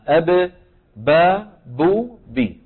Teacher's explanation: الباء ايضا تخرج من فين؟ من الشفتين، شايف؟ بانطباق الشفتين على بعضهما